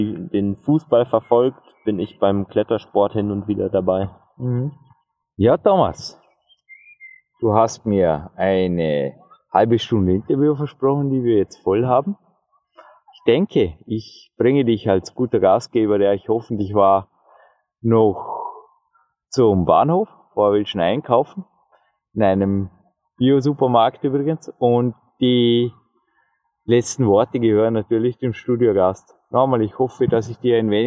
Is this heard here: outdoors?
yes